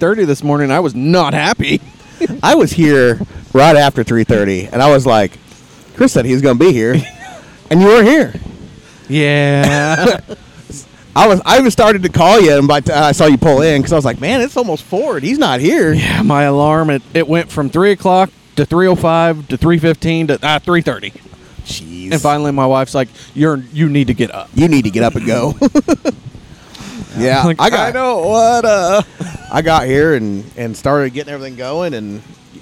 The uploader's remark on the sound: Live from the AFPD BBQ Fundraiser. We were live at a BBQ Competition.